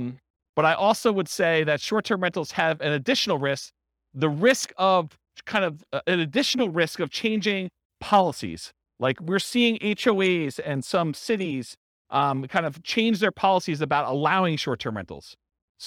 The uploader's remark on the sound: This was a live class recorded